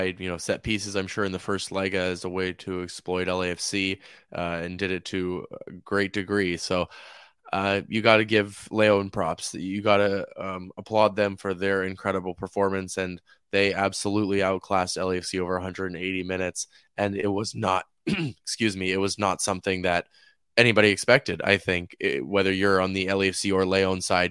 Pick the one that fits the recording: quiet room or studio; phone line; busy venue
quiet room or studio